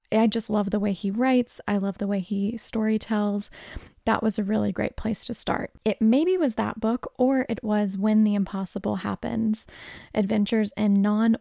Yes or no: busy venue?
no